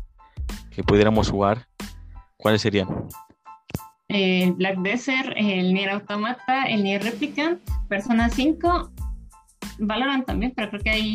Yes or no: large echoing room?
no